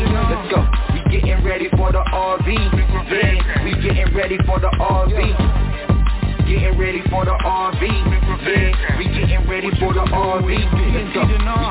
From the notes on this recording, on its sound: TNTSuperfantastic Conference Call